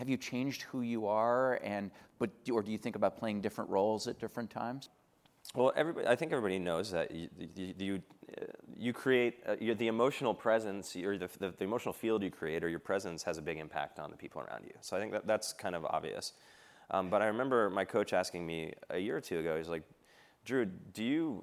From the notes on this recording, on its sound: filmed at Goldman Sachs' Builders + Innovators Summit